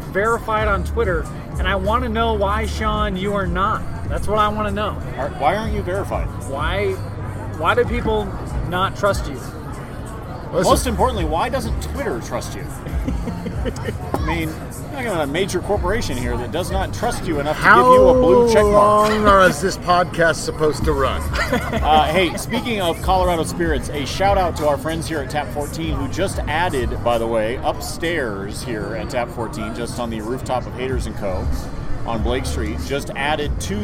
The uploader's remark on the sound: While recording live at Tap XIV.